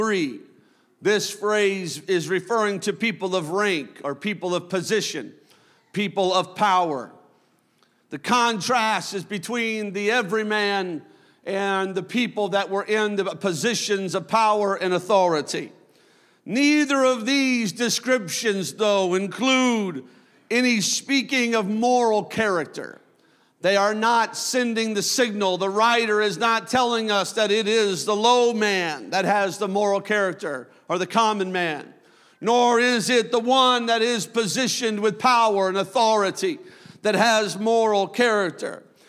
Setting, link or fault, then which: setting, large echoing room